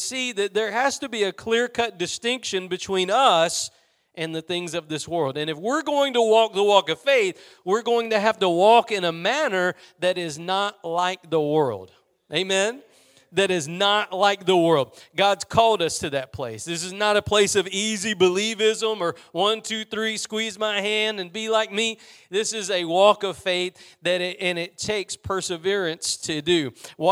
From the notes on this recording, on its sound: Preached at Gospel Lighthouse in Bossier City, La.